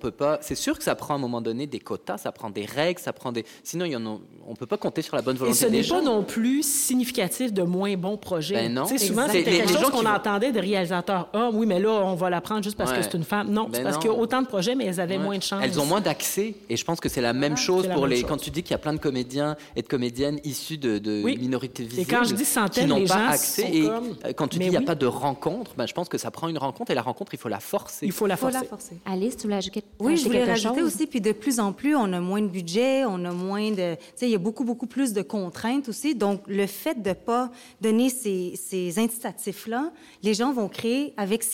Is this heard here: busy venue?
yes